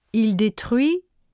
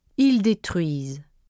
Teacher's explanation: Notice, too, that you can differentiate between the singular il-elle form and the plural il-elle form by listening for the final sound in the verb. The singular stem ends with a vowel sound, and the plural has a final consonant sound.